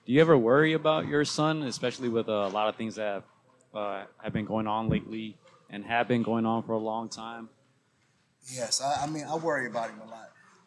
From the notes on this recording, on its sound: LIVE from Jackrabbit Boxing gym in Long Beach, CA